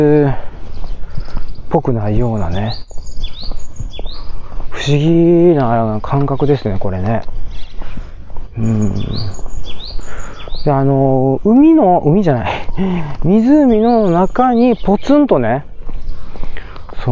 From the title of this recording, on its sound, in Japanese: 北海道の洞爺湖の周辺をウォーキングしながら収録を行っております